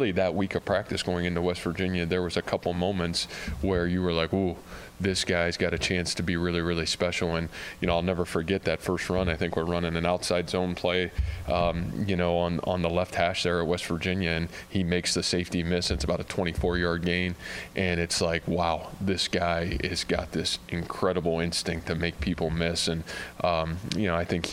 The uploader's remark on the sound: during his weekly press conference